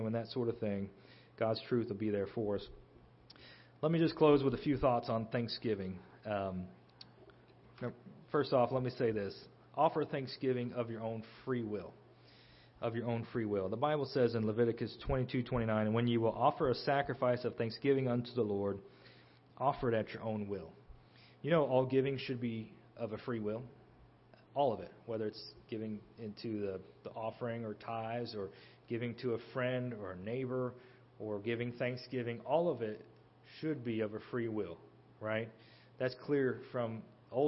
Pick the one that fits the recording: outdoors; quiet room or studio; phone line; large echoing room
large echoing room